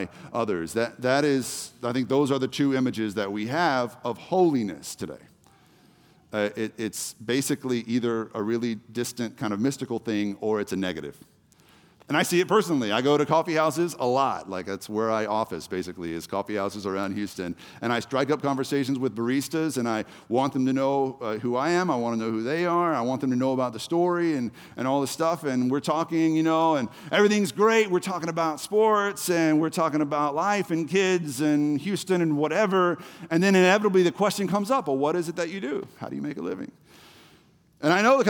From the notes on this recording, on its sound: The Story Houston Service